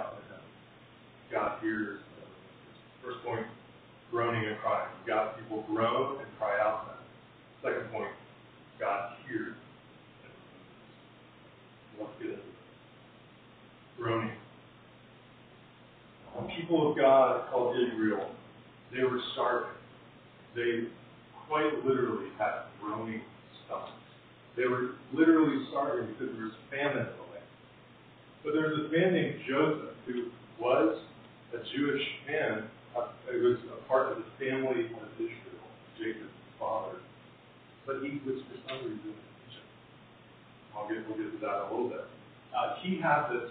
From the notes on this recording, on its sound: Apologies for the poor audio quality!